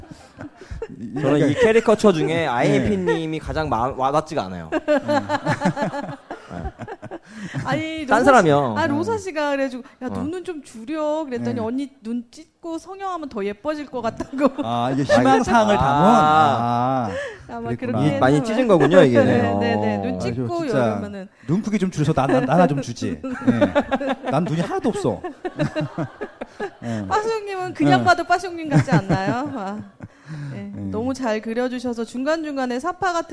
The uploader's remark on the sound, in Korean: 이번에 팟캐스트 책 출간 기념으로 공개방송을 진행하였습니다